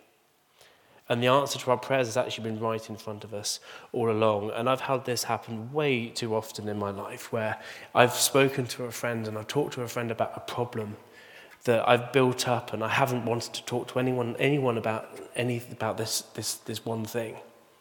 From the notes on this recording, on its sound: Recording from Immanuelskyrkan Skövde.